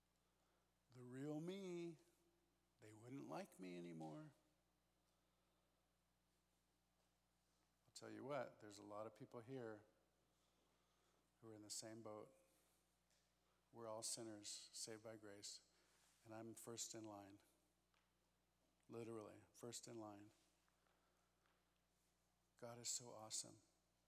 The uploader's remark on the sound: This special episode is a recording of our First Night Session at Immerse Weekend 2022.